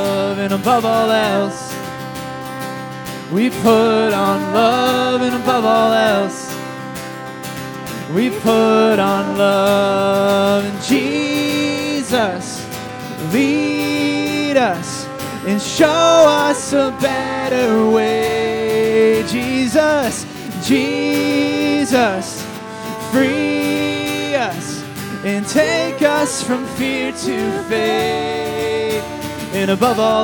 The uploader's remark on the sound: Embrace Sunday Gathering (September 17, 2023 at 11am) Embrace Church, Lexington, KY